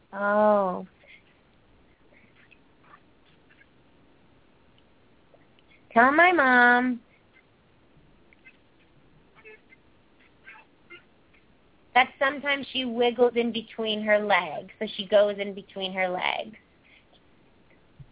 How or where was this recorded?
phone line